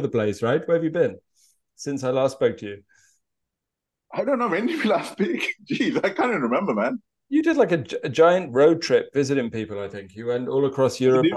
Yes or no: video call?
yes